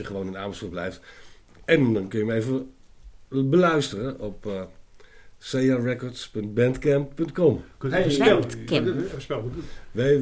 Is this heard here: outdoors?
no